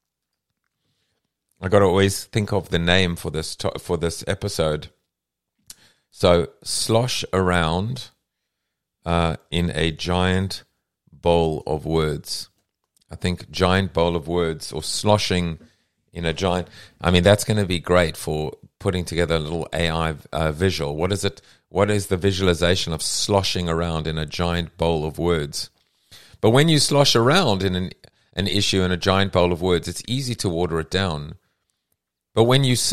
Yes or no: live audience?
no